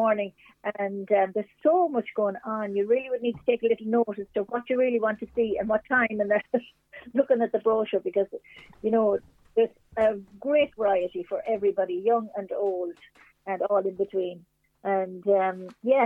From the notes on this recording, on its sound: is joined on the phone by Mountshannon correspondent